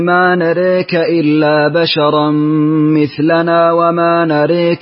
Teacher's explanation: دوري أبي عمرو بالإمالة الكبرى في نراك